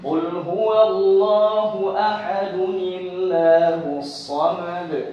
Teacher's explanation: Tanwin ini ya nun, dia diucapkan tapi tidak ditulis.